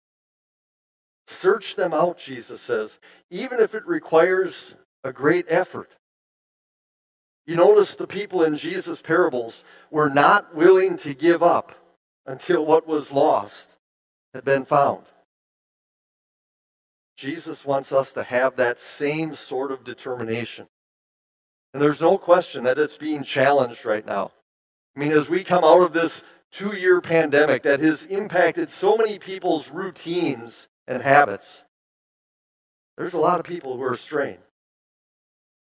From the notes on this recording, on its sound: Bethany, Appleton, WI. Preached this sermon at Bethany's Sunday worship on September 11, 2022.